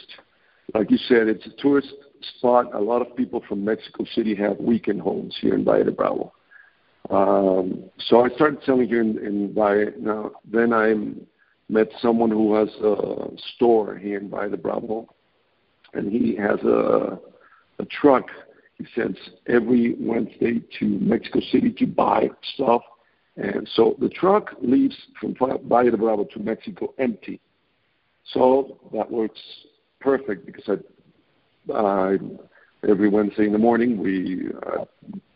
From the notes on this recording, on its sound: I scheduled a phone interview